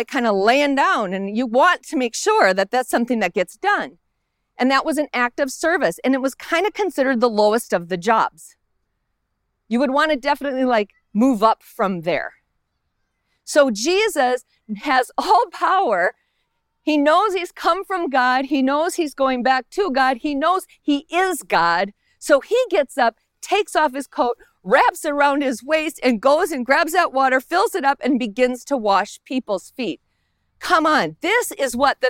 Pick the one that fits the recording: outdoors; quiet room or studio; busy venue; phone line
outdoors